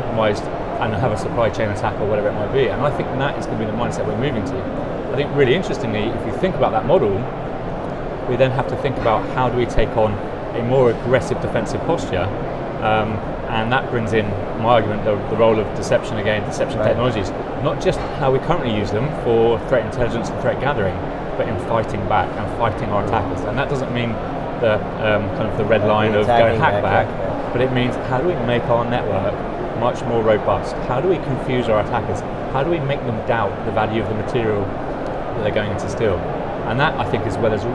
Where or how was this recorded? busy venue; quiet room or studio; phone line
busy venue